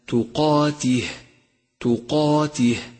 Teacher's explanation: فخمت الألف في كلمة تقاته تقاته لأنها مسبوقة بحرف مفخم هو القاف، والألف تتبع ما قبلها في الترقيق والتفخيم، علما أن حروف التفخيم يجمعها قولك خص ضغط قذ.